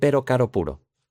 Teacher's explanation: Lo bueno del español en este caso es que existe el mismo movimiento de la lengua, el mismo gesto y el mismo sonido que esto que en inglés se llama flap T